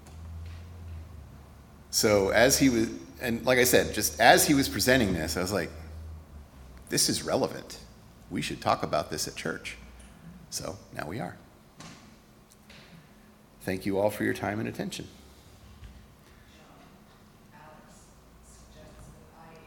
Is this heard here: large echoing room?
yes